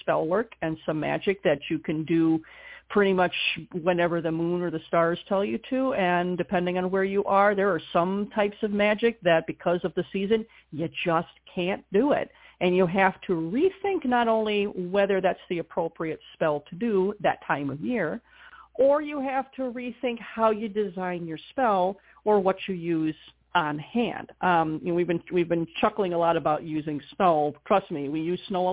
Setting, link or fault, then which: link, phone line